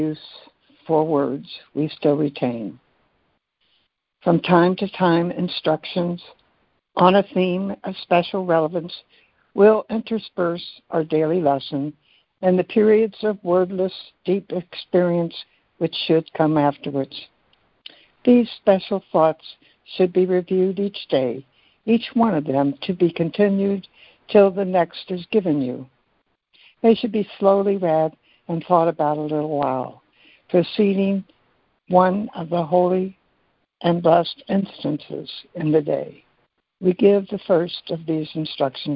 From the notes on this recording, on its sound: ACIM Daily Conference Call.